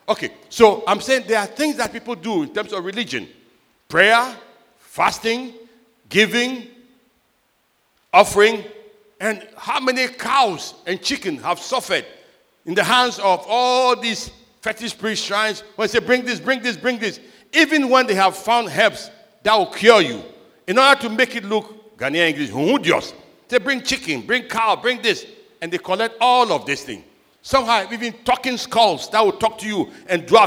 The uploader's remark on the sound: Sermon preached at CBC Shiashie Campus